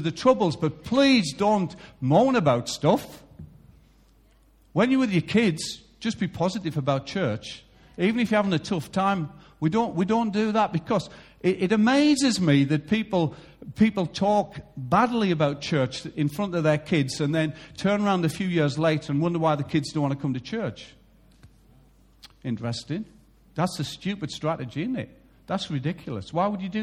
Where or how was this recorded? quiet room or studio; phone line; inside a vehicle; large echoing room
large echoing room